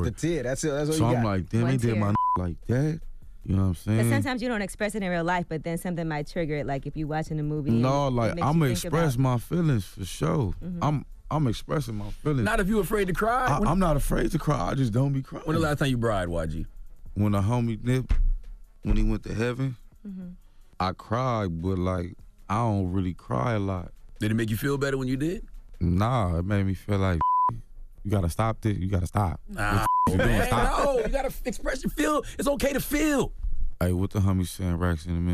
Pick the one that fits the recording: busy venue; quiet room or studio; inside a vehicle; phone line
phone line